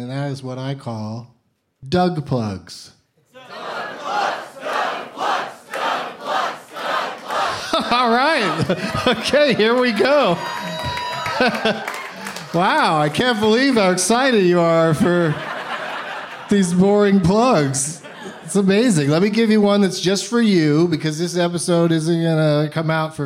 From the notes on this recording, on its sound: Live from the Esther’s Follies in Austin as part of SXSW